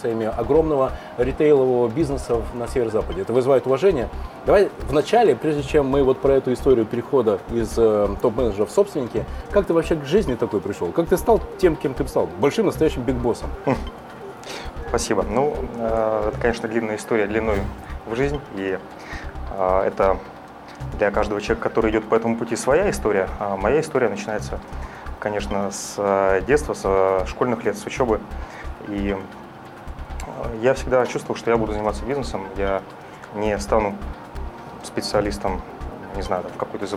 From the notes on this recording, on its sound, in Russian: Первая запись подкаста "Берись и Делай" в витрине книжной сети "Буквоед" в центре города.